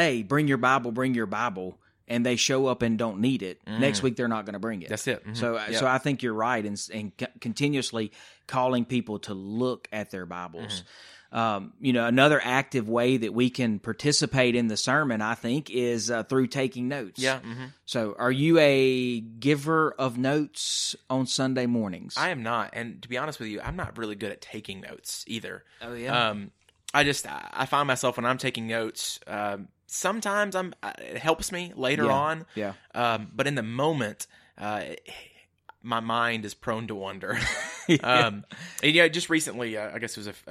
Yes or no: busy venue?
no